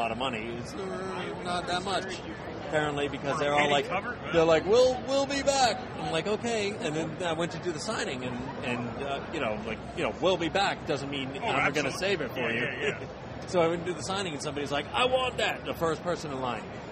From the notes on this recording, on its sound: At C2E2 2015. In Chicago for C2E2 this past weekend and did some recording from the floor of the show.